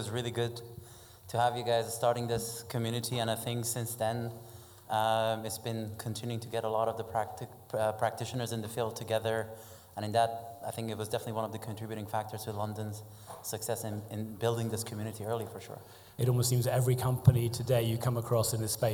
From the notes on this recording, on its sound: This week’s podcast features edited highlights. Chatting on stage with leading figures from AIG, Cytora, WhenFresh and Polar Capital at our live event in The Steelyard.